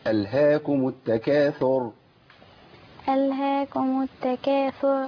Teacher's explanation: عايزين بقى نبين تفخيم الراء في التكاثر